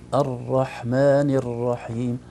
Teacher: الراء فيها تكرار فعلا، فيها ارتعادة خفيفة في طرف الراء. لو منعنا التكرار تماما ستصبح راء يعني يا إما شديدة جدا يا إما أعجمية، تصبح الرحمن شديدة وليس الراء شديدة، أو تصبح الرحمن هذه بدون تكرار تصبح كأنها راء غير أعجمية غير عربية. · Term: الراء العربية